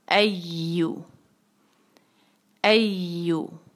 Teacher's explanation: या पे जो है वो है शद्दा तो ख्याल रहे कि या जो है ज़रा सा स्ट्रेस हो उस पर